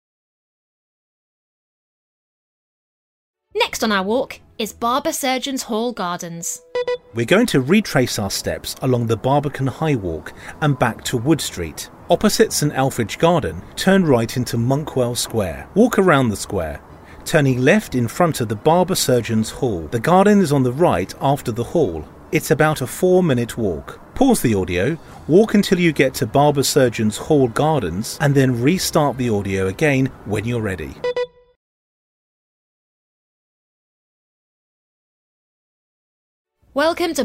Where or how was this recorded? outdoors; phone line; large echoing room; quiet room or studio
outdoors